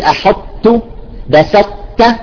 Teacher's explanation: لأنه لم تدغم، يدغم الحرف كله مع المخرج والصفة، لا بقي جزء من الصفة وهو صفة الإطباق، فنقول الإدغام ناقص مو كامل